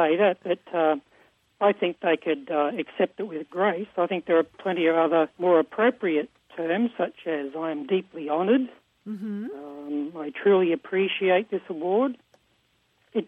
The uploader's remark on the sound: A caller from Down Under phones to say he's annoyed when honorees declare they're 'humbled' by this or that award.